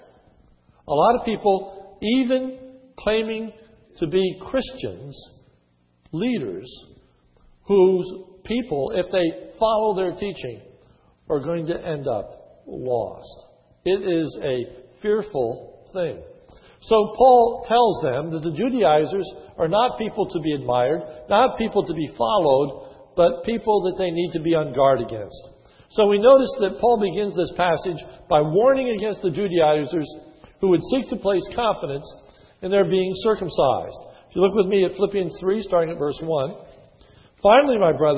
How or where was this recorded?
large echoing room